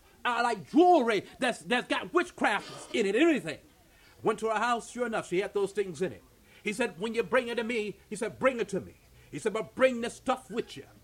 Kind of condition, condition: setting, live audience